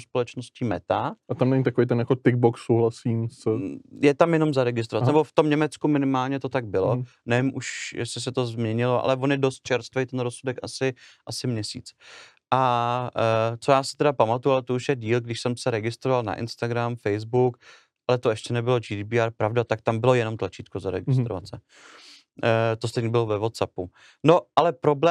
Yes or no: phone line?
no